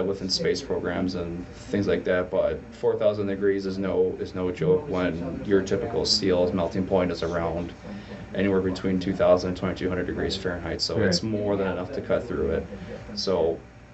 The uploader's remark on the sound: Had some background noise I had to reduce, so we sound a little flat.